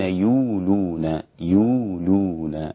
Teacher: حمزة فقط وقفا بإبدال الهمزة واوا